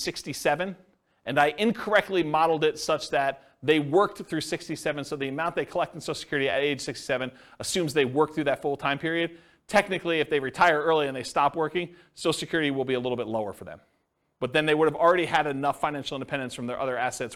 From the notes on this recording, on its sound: This was a live class recorded.